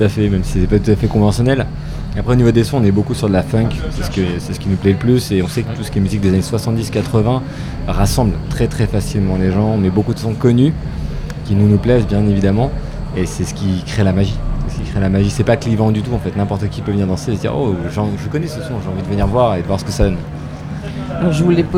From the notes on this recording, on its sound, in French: en direct de l’espace presse du Festival Beauregard 2023 à Hérouville-Saint-Clair (14)